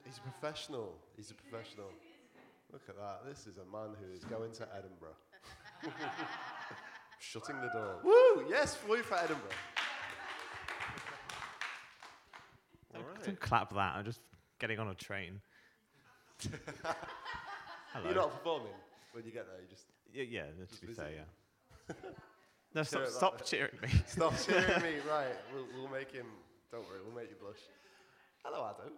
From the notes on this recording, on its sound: The Re-Draft Podcast comes at you LIVE from The King's Arms! What a beautiful venue we find ourselves in for our inaugural live episode.